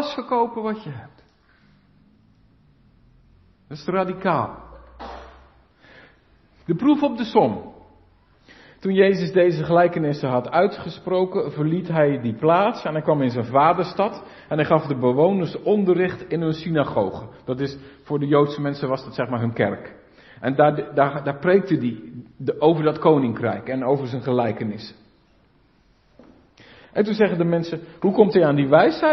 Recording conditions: large echoing room